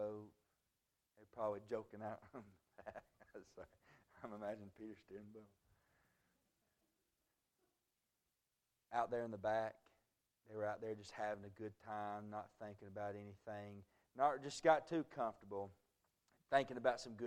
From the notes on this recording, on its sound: A message preached at Crossroads Baptist Church